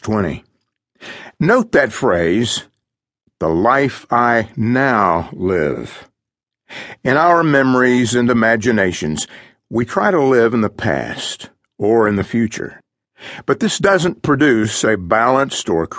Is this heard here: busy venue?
no